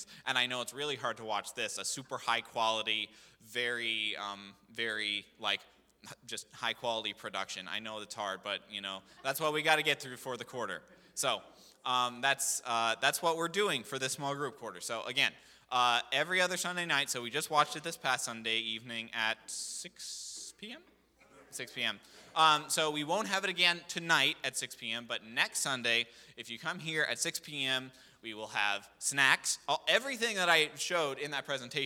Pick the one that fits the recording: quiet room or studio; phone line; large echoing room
large echoing room